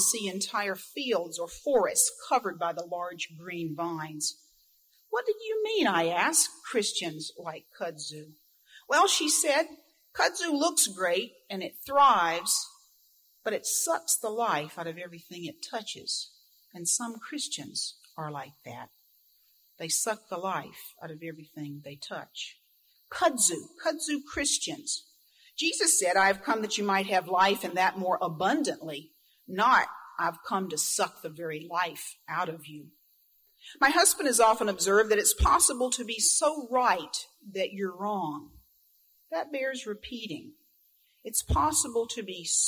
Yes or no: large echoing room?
yes